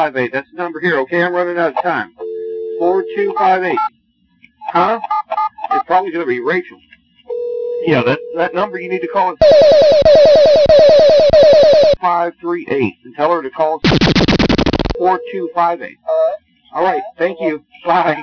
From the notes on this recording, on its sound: Personal Prank Phone Calls Collection